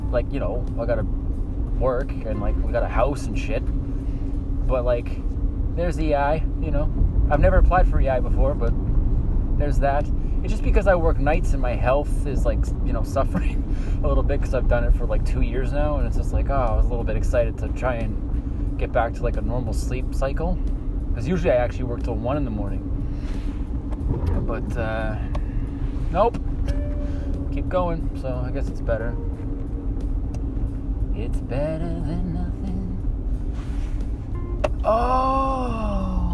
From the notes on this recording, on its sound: Driving home from work talking to myself like a psycho...